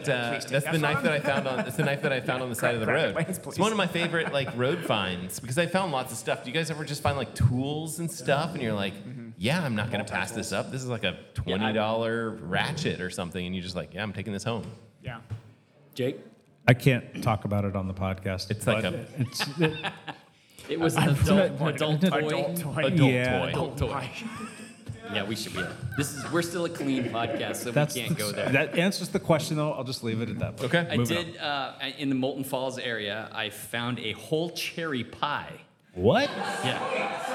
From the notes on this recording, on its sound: Enjoy the party as we recorded with a live audience and took a bunch of questions...